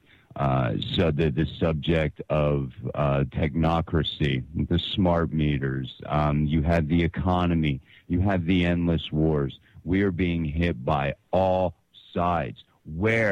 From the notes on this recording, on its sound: a recording from my philosophy seminar that took place at an outdoor rave festival